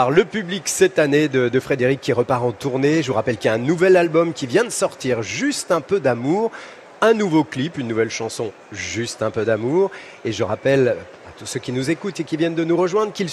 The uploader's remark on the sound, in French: En direct de la Foire de Paris.